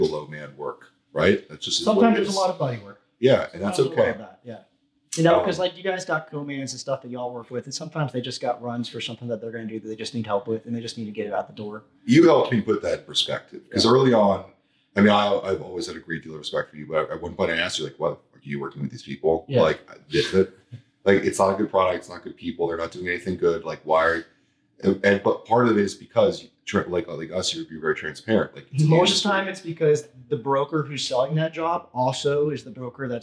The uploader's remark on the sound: Apologies for the audio, someone lost the memory card with the microphone audio so we had to use the camera’s backup audio